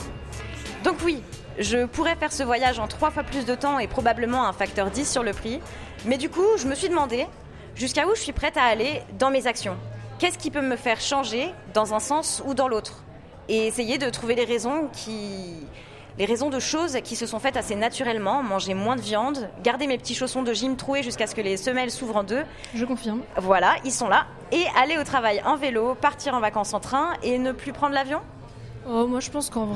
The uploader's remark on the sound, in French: Parce que le 12 juin nous n'étions pas en studio, mais au Festival Avance Rapide à Dock B à Pantin, et c'était le feu !